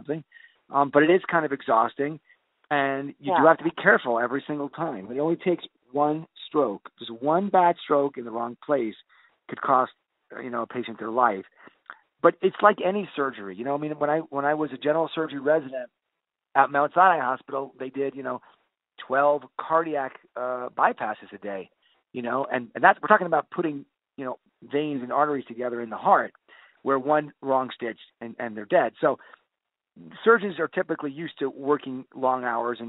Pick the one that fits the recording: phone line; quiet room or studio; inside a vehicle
phone line